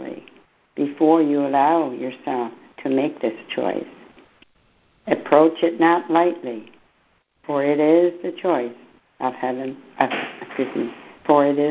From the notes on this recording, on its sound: ACIM Daily Conference Call.